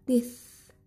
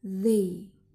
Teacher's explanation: Huruf konsonan dental di sini yaitu th dan th, yang mana produced by tip or blade of the tongue and the upper front teeth